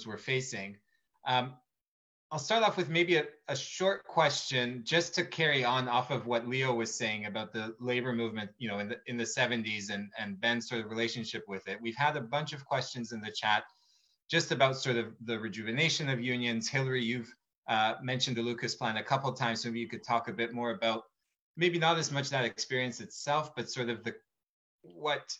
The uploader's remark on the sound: Recording of TWT and Verso's webinar